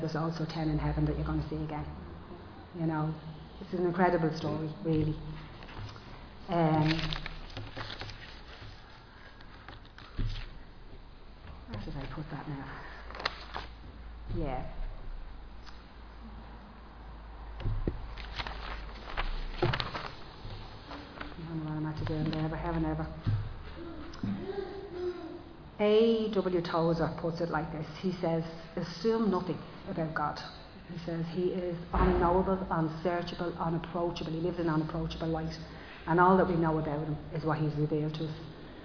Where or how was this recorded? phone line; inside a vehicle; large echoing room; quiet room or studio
large echoing room